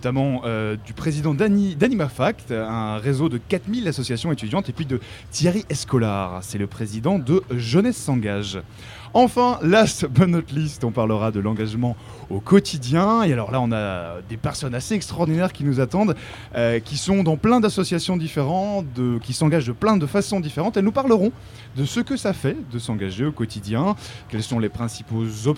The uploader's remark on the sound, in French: Emission spéciale au Festival de l’Engagement ! Radio Campus Paris a délocalisé son studio au beau milieu de la Place de la République pour interroger les associations présentes au Festival de l'Engagement.